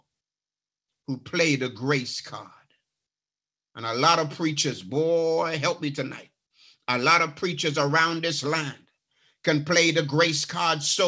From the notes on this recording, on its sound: A 30 minute(ish) snippet from his sermon. Live from New Life SDA Church.